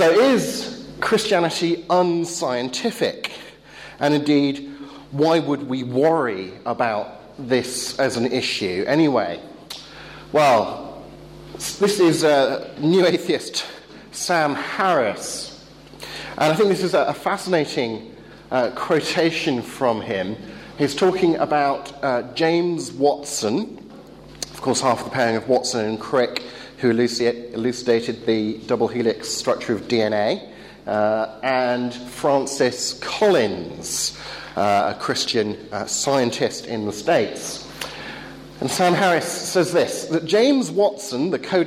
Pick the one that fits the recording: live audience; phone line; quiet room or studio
live audience